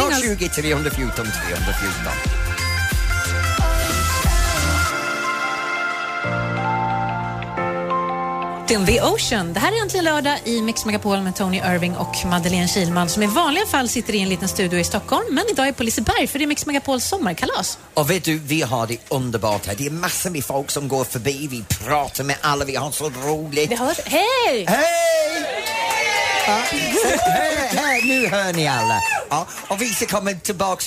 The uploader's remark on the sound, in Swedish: Live från Liseberg